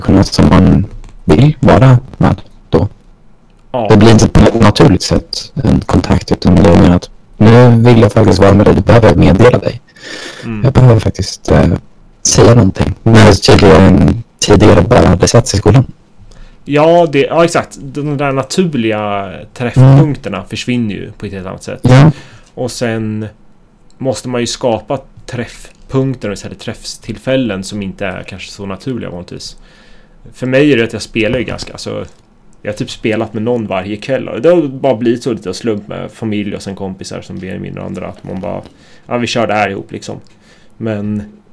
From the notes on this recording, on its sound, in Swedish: Detta blev ena avsnittet som blev för dålig ljud kvalite för att släppa som vanligt avsnitt